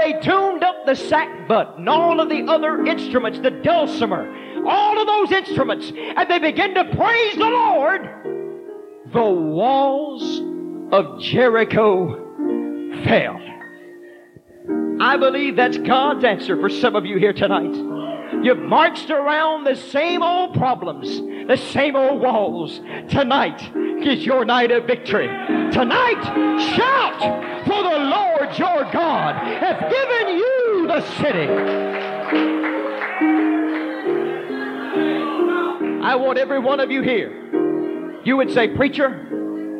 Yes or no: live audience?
yes